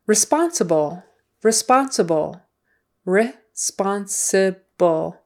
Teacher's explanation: Responsible, the accent is on the second syllable.